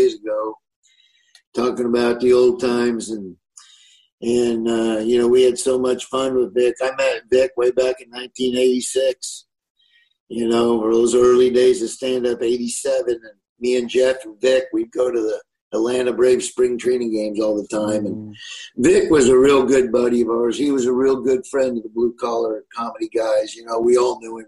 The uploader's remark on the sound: From his kitchen in Nebraska to talk over Zoom.